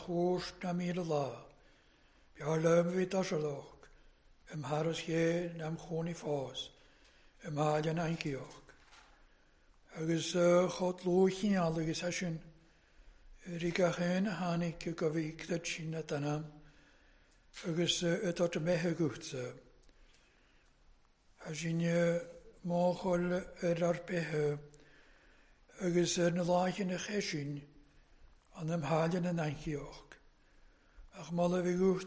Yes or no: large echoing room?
yes